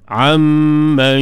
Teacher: nun mati, jumpa dengan mim, idgham ma'al gunnah, dengung, tutup mulut bagi rapat